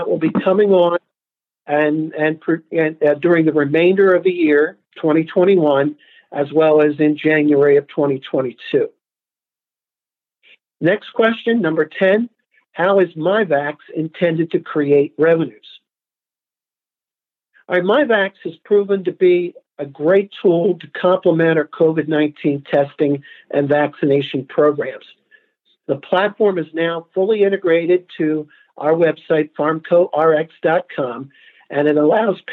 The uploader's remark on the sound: Progressive Care Shareholder Conference Call.